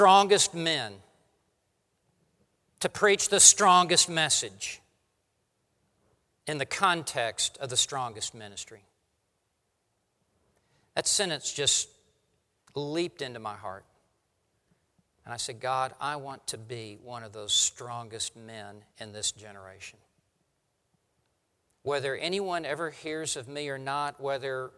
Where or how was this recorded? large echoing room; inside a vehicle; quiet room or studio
large echoing room